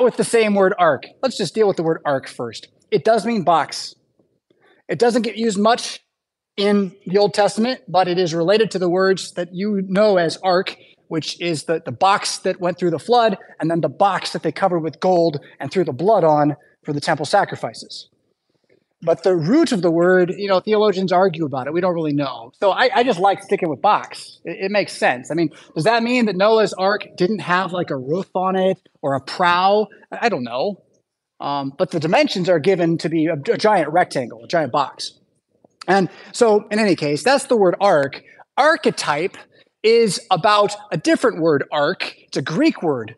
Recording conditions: large echoing room